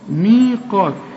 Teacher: القاف اعلى درجات التفخيم لانها بعدها الف، وهي مرسومة الالف بعد القاف اهي، مي علشان تمدها مد طبيعي.